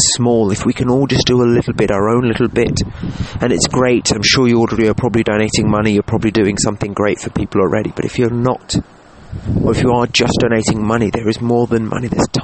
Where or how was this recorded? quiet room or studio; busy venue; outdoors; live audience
outdoors